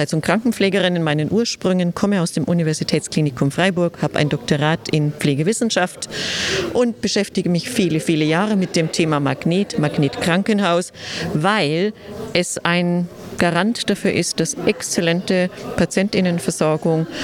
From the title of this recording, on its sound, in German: Live vom Deutschen Pflegetag 2022 (Erster Tag)